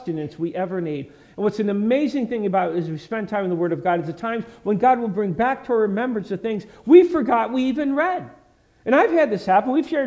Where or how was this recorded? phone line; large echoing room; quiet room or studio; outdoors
large echoing room